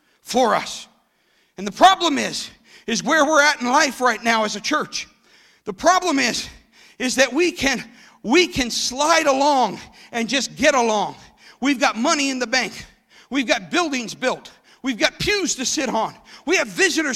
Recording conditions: large echoing room